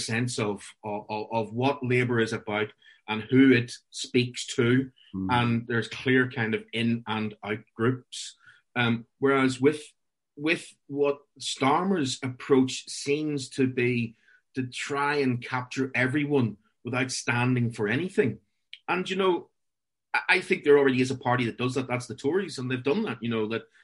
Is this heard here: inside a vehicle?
no